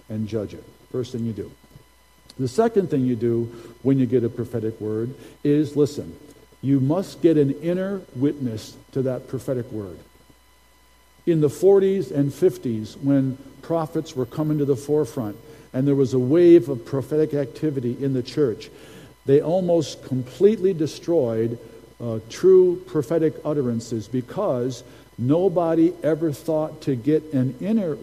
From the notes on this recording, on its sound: Recording from Sunday's prophetic service